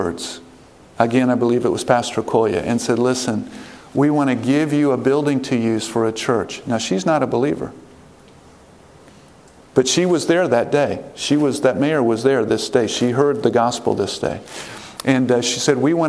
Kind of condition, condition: setting, large echoing room